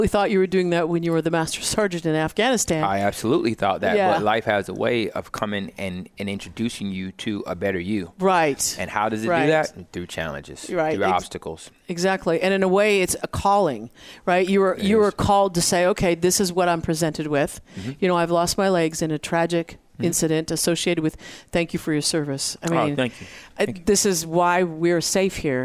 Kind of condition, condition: setting, busy venue